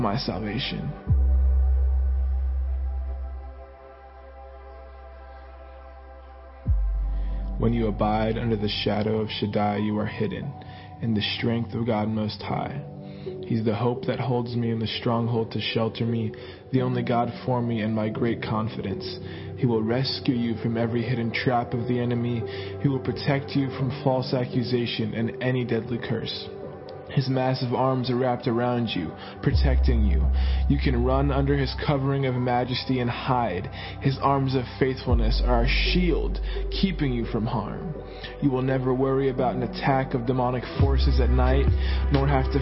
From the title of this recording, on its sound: Sunday Morning Service